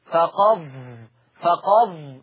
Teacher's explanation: ما فيش بقى أصل للدال، كأني بنتقل من القاف إلى الظاء · Term: الإدغام